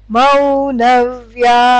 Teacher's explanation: And so you have to have three long syllables right at the beginning.